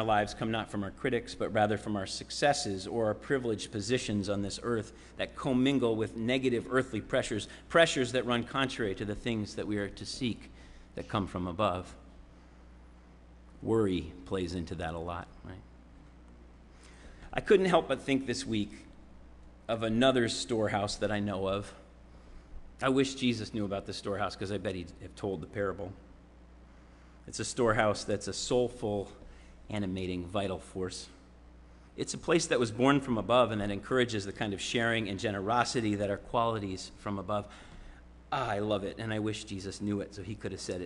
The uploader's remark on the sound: Sermon preached at RCHP on July 31, 2022.